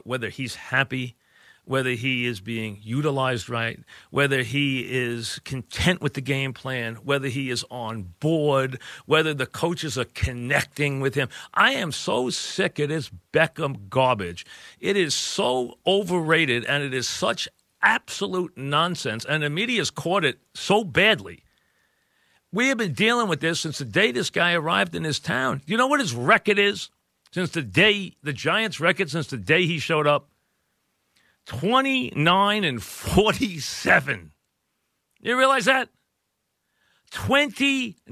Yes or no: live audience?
no